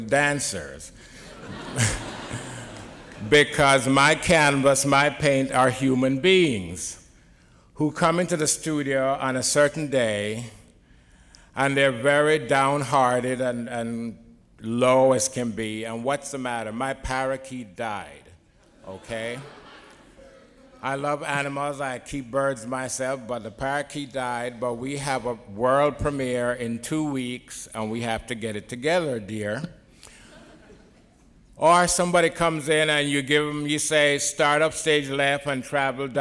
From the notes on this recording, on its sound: Recorded at the Academy of Achievement's 2001 Summit in San Antonio, Texas. He tells the Academy's student delegates.